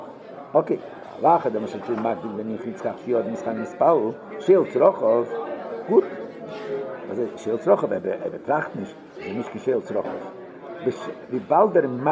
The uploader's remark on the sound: Live Shiur